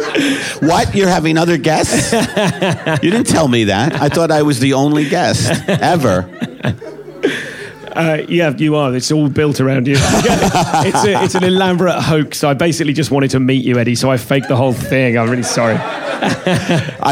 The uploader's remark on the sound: In this live show